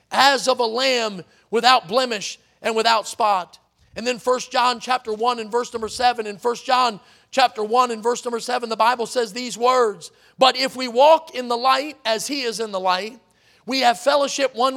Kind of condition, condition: setting, large echoing room